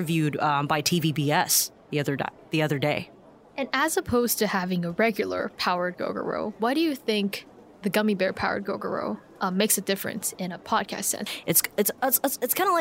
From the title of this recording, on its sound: Live from PodCon2020 convention